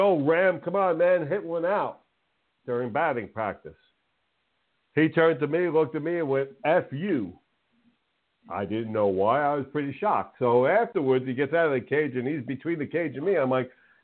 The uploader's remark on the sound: A SPECIAL CALL IN GUEST!